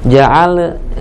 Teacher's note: Sukun di kalimat ja'alna. Ja'alna, jangan sampai ada qalqalah.